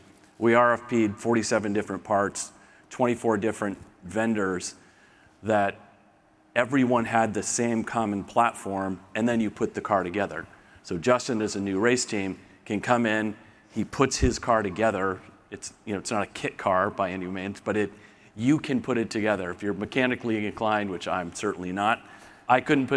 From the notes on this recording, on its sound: Today's podcast is from a panel I moderated at the 2023 MIT Sloan Sports Analytics Conference presented by ESPN.